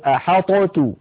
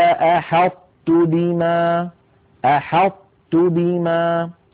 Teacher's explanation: كيف يكون ذلك يا إخوة؟ يكون بإطباق اللسان، بأن يقرع اللسان مخرج الطاء من غير قلقلة، يقرع اللسان مخرج الطاء من غير قلقلة، ثم لما يفتح لا يفتح على طاء بل يفتح على تاء · Shown in: second take · هكذا: قال أحطت بما، أحطت بما. · Term: الإدغام الناقص